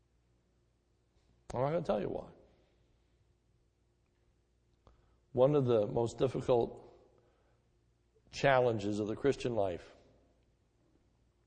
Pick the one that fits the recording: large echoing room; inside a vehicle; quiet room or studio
large echoing room